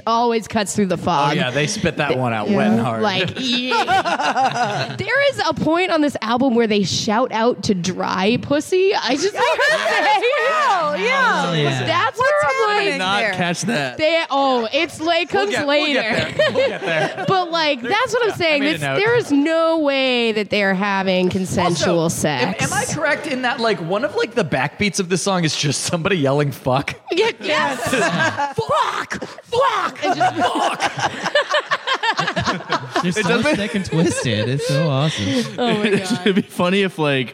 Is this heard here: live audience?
yes